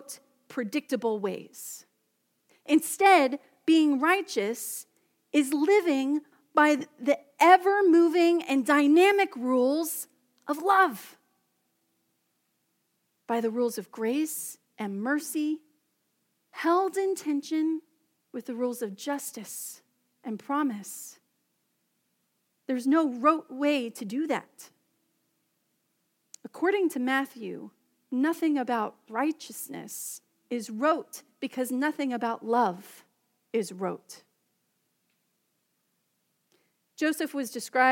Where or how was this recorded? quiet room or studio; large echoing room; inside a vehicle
large echoing room